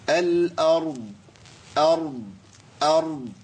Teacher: أبين صوت الضاد مع تفخيم الراء وتسكينها